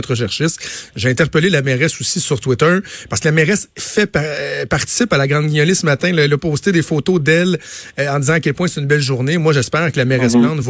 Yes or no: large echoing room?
no